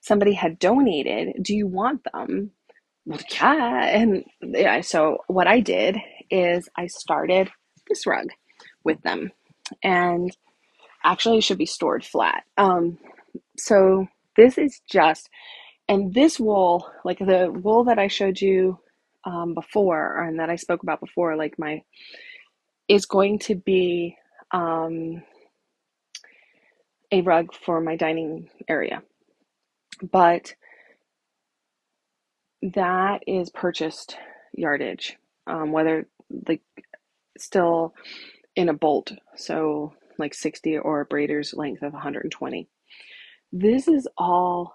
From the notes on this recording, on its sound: I believe the recording cut out towards the end a little bit so I apologize for that but otherwise it is intact.